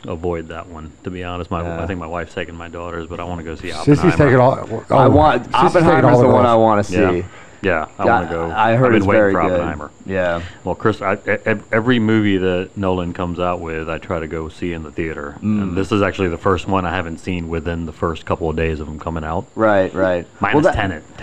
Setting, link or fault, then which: fault, sounds in the background